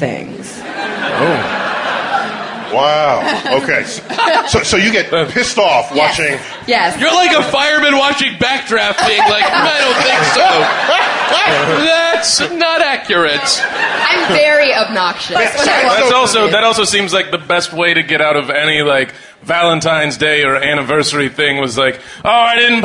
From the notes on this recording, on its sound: Live at the Bell House. Our live Bell House show.